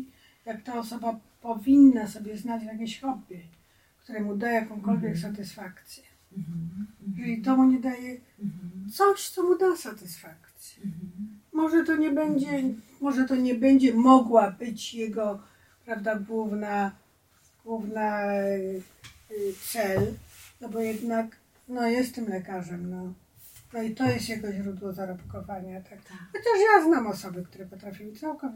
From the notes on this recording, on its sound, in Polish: Za gorszy dźwięk spowodowany błędami technicznymi bardzo przepraszamy.